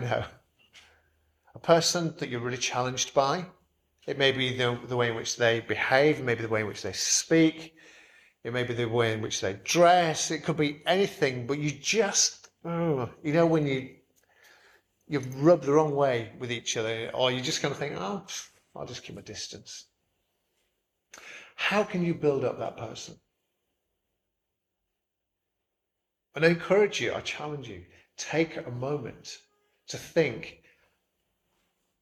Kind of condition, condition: setting, large echoing room